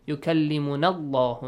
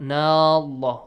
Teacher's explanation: you skip Hamzatul Wasl also, you skip the long vowel · Shown in: first take · also, short vowel.